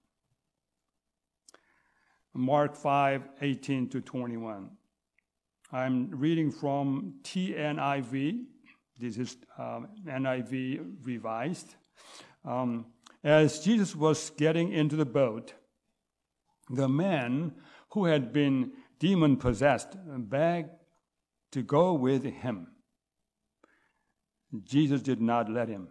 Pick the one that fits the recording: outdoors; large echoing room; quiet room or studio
large echoing room